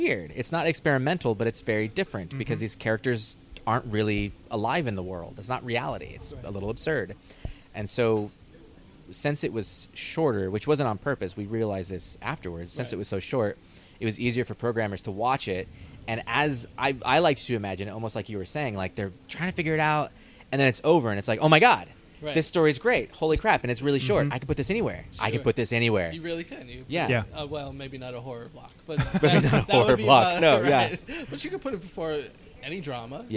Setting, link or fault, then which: setting, busy venue